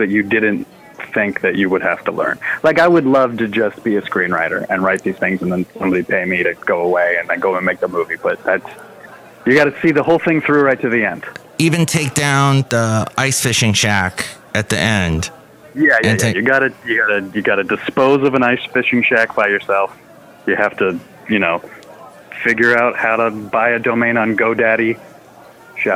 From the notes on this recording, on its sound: podcasts live from Café Anyway